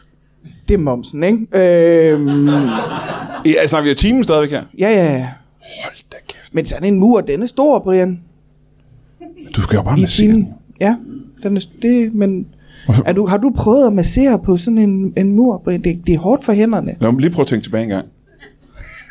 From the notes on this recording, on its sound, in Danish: LIVE fra 27b i Kolding. Optaget foran et levende publikum på altid fremragende 27b i Kolding.